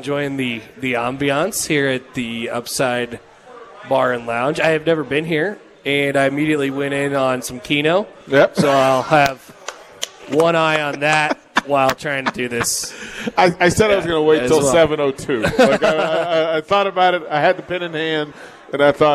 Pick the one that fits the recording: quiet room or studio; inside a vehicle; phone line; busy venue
busy venue